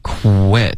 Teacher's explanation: quit 这个呜的这段呢就已经要嗓子震动了